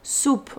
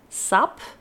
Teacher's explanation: Je gaat die S zeggen met die klinker al in jouw gedachten. Dus als je je mond klaarzet, klaarzet voor het woord soep, dan ga je je lippen al veel meer gerond hebben dan als je je mond klaarzet voor het woord sap